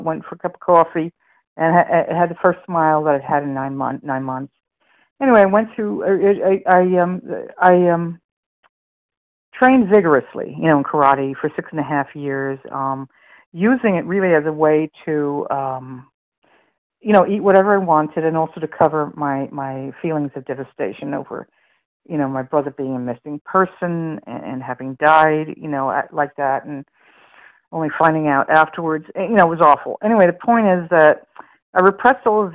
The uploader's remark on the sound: from the 100 Pounders Phone Meeting, 11/29/22